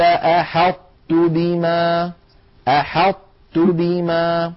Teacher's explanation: يقرع اللسان مخرج الطاء من غير قلقلة، ثم لما يفتح لا يفتح على طاء بل يفتح على تاء